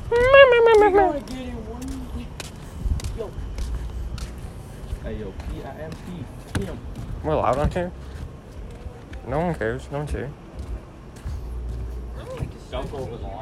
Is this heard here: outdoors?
yes